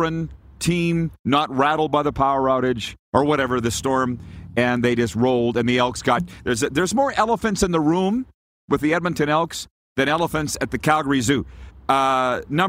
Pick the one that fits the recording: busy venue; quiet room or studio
busy venue